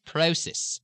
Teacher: Process will take the long O, Australian style